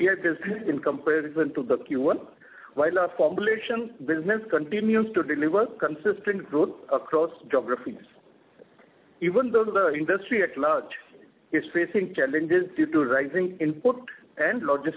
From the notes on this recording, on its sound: Results discussion/conference call. Q&A starts at 14:55.